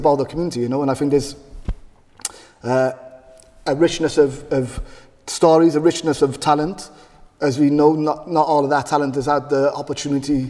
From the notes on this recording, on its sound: This is the second part of our conversation recorded live at St John's Church in Cardiff. In front of a live audience.